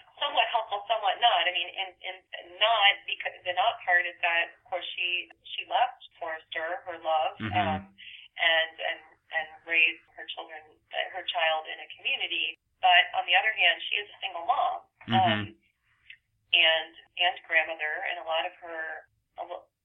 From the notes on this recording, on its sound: We spoke by phone, so the sound quality could be a little better